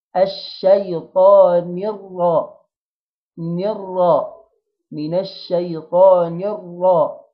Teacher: الراء مشددة بالفتح، أفخم الراء وأفتح البق لفوق، الشفتين ما ينضموش، الشفتين لا يضموا إلا في الواو الواو المادية اللي قبلها ضمة يعني، أو في الضم.